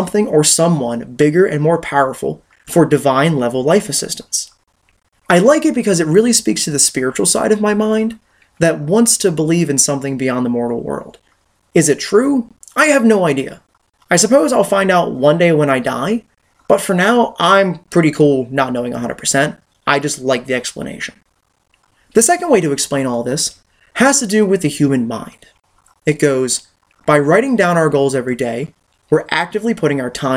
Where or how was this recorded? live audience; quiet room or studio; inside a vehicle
quiet room or studio